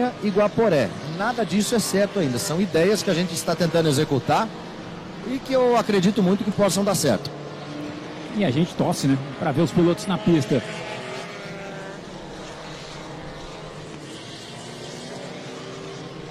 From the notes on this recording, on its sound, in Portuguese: Transmissão AO VIVO da 2ª Etapa 2022 (corrida 2), da Gold Classic, direto do Autódromo Velocitta (SP).